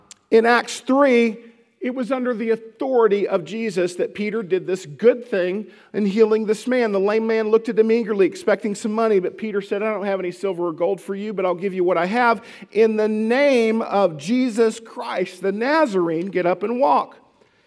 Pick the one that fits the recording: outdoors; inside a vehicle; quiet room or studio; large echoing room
large echoing room